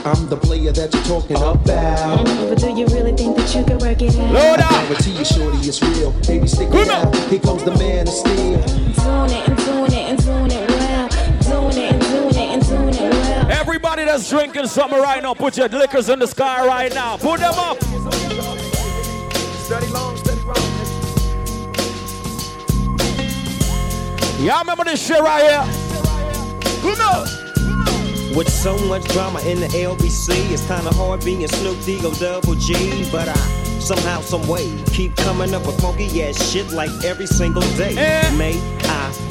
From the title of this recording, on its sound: PREZZY XMAS PARTY 12.26.2015 MARYLAND LIVE AUDIO